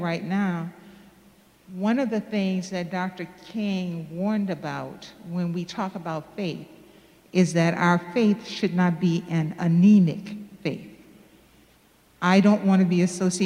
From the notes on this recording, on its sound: Sermons from Old South Church in Boston